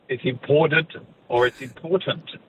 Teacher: that T of important is, you know, flanked by voiced sounds. And therefore you just carry the voicing through · Term: with a D